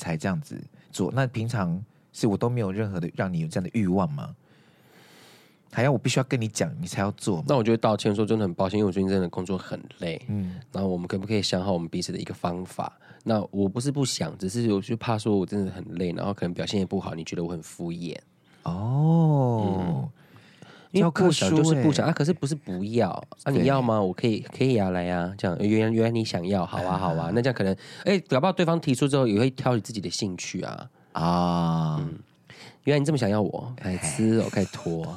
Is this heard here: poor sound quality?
no